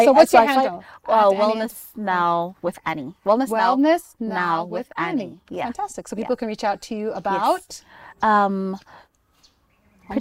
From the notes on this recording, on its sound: This episode was recorded outside, hence the sounds of nature